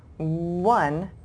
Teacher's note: it's spelt with an O, but we round our lips like a W